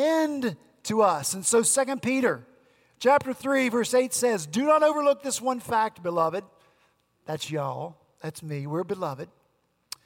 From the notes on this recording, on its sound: At Redeemer Presbyterian Church in Charleston, SC, our senior pastor on Sunday, August 12.